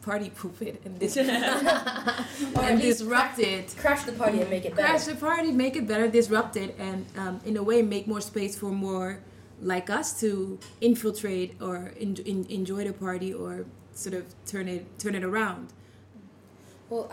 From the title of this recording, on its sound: Live at Night of Arts and Sciences